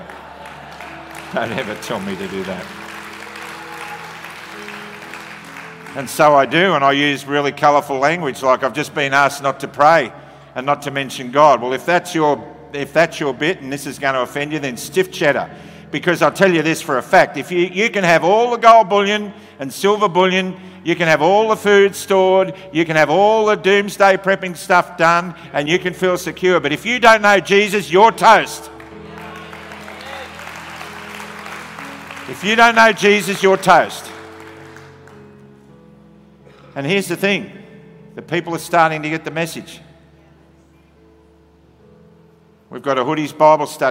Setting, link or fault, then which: setting, large echoing room